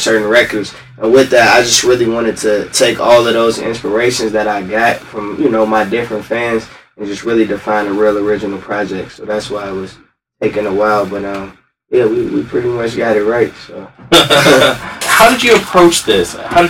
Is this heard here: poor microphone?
yes